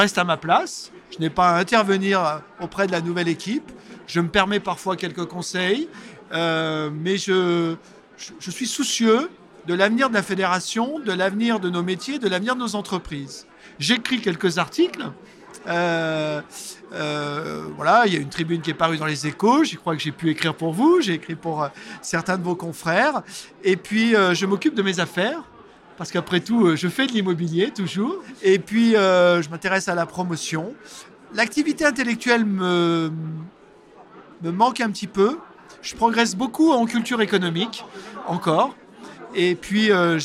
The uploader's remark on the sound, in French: Cet épisode a été enregistrée à Immo, le congrès immobilier FNAIM qui s'est tenu les 4 et 5 décembre à Paris au carrousel du Louvre.